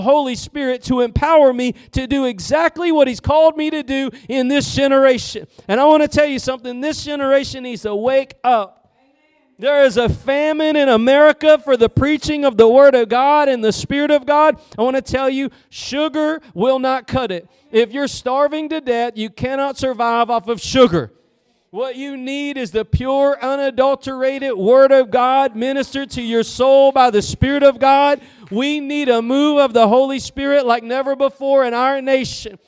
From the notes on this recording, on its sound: Preached at Gospel Lighthouse in Bossier City, La.